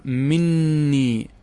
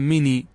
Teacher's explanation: نقول إذا دخلت نون الوقاية وأصلا توجد في الكلمة نون، ماذا سيحصل؟ نون مع نون ماذا يحصل؟ سيحصل إدغام مع تشديد · Shown in: first take · فنقول مني، هذا إذا أثبتت النون.